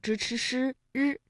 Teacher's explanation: 由舌尖向上翘起和硬腭的前部相接触，气流受到阻碍形成的一种辅音。舌尖向上翘起，然后呢和我们的硬腭前部气流受到了阻碍，就构成了辅音。那我们说到的像支持诗日，这些呢都属于翘舌音。在这一次的探索之旅当中呢，我们跟随《旧唐书》一起走进柳公权。那么引用的原文当中有哪些翘舌音？诵游的过程当中呢，我们一起来梳理一下。在《旧唐书》当中记载，当时公卿大臣加碑版，不得公权手笔者，人以为不孝，外移入贡，皆别属或备。曰此构柳书，意思是说大臣们为先人立碑的时候，如果得不到柳公权亲笔所写的碑文，就会被认为不孝。外国使臣进贡的时候呢，也都会千方百计地求购柳公权的书法。由此可见，柳公权的墨宝在当时多么受欢迎。那我们再来重复一下哈，时公卿大臣加碑版，不得公权手笔者，人以为不孝，外移入贡，皆别属或备，曰此构柳书。 · 是由舌尖向上翘起和硬腭的前部相接触，气流受到阻碍形成的一种辅音。舌尖向上翘起，然后呢和我们的硬腭前部气流受到了阻碍，就构成了辅音